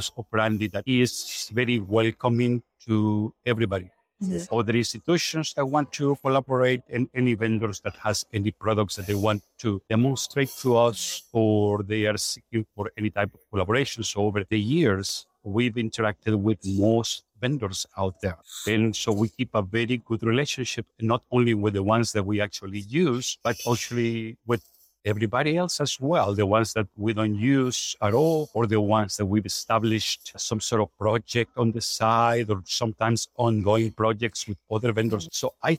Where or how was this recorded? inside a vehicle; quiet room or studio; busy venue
busy venue